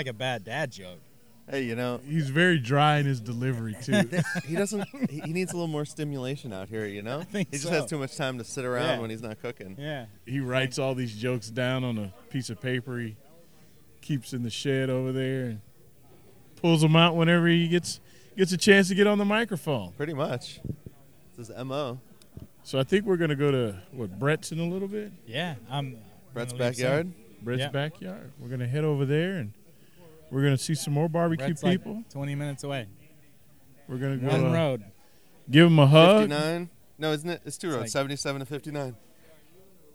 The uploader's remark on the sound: Live from Snow's at Texas Monthly BBQ Weekend. We had a slew of cooks, owners and talking heads, so many in fact, that if I had had 10 mics it wouldn’t have been enough. The mics move around fast. I’ve got to go wash my mics, they’re covered in grease.